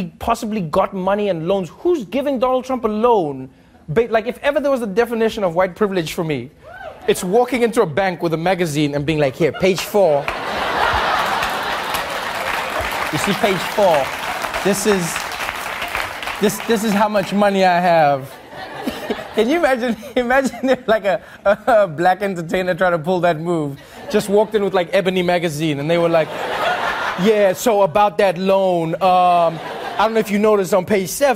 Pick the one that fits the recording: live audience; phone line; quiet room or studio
live audience